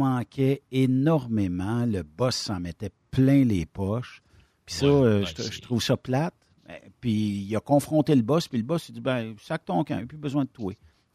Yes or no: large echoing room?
no